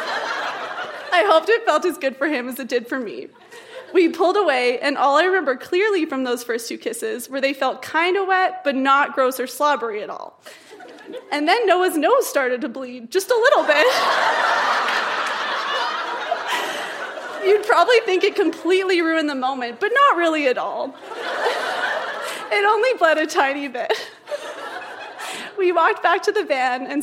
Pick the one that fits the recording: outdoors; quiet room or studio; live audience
live audience